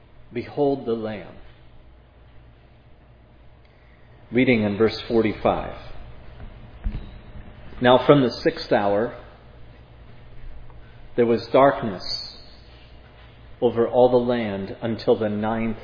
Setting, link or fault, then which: setting, large echoing room